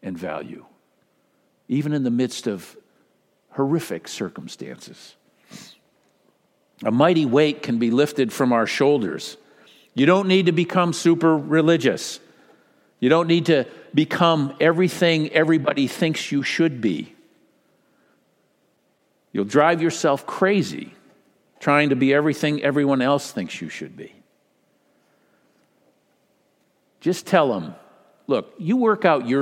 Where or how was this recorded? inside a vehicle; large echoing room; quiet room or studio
large echoing room